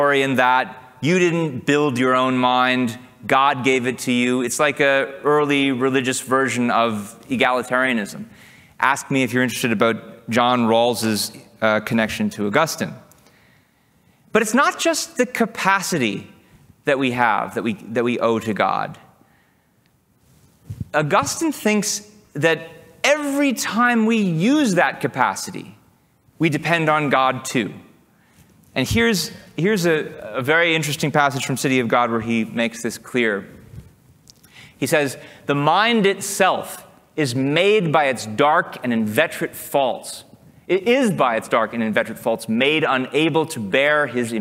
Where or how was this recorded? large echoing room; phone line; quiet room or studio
large echoing room